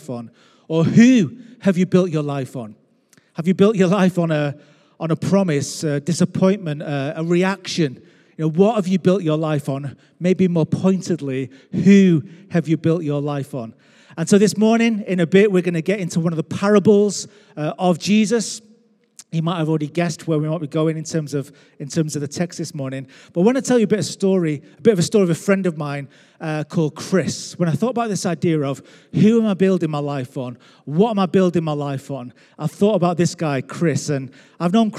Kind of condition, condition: setting, large echoing room